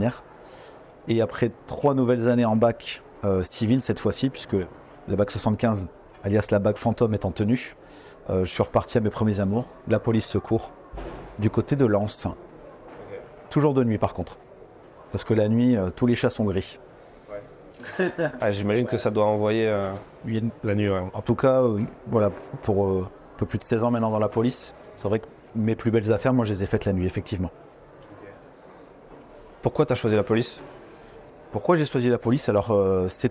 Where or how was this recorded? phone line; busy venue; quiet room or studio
busy venue